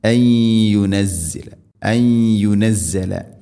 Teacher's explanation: നൂനിനെ യാഇലേക്ക് കൂട്ടി ലയിപ്പിച്ച് മണിച്ചുകൊണ്ട് ഉച്ചരിക്കണം. ഇദ്ഗാം ബിഗുന്ന അൻ യുനസ്സല അൻ യുനസ്സല.